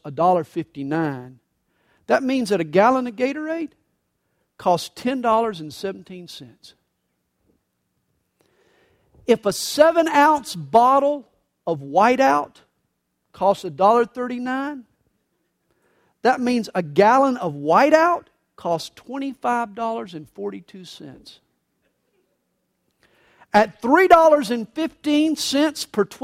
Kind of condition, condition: setting, large echoing room